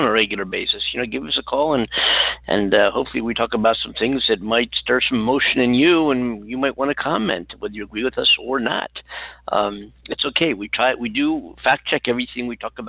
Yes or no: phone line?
yes